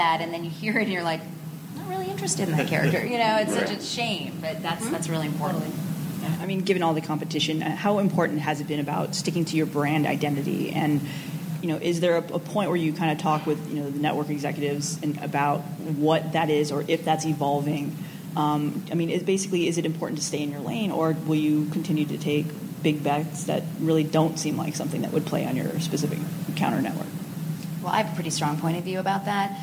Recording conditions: busy venue